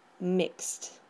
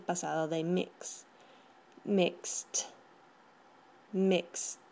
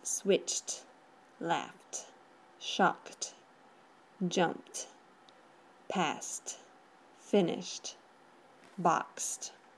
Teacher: No hay vibración en la garganta. Entonces, su pronunciación en pasado será como si tuviera solo una T al final de la palabra, sin pronunciar la E